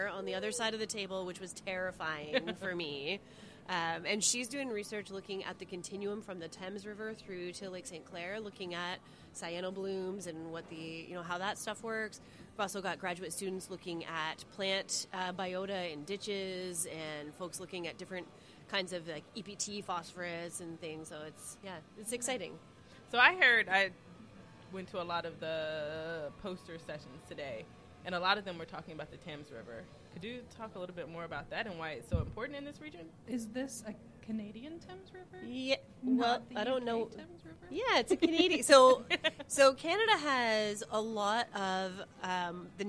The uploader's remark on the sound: This week's episode is LIVE from the amazing Amsterdam Brewhouse on the Lake in Toronto, Ontario! This show was recorded as part of the International Association for Great Lakes Research 2023 annual conference.